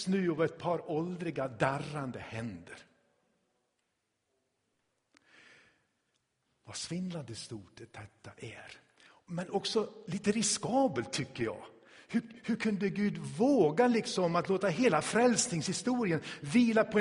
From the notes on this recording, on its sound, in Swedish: Inspelad i Tabernaklet i Göteborg.